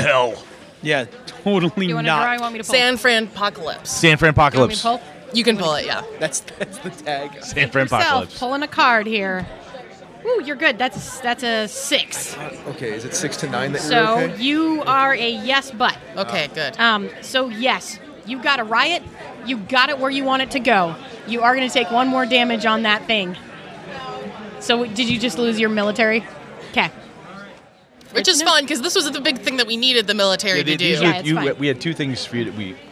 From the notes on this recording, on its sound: LIVE FROM QUEEN CITY CONQUEST